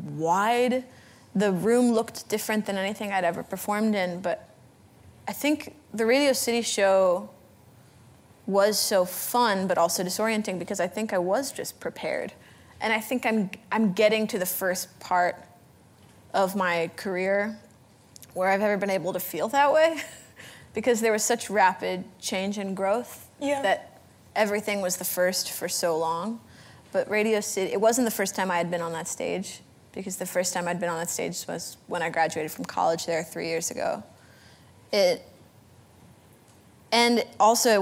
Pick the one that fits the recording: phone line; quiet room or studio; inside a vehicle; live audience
live audience